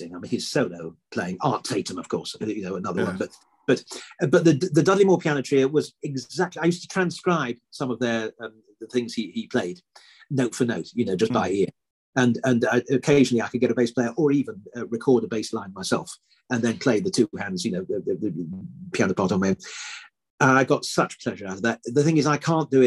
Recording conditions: video call